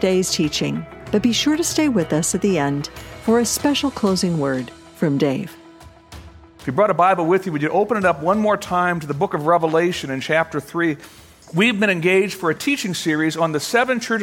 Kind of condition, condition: setting, large echoing room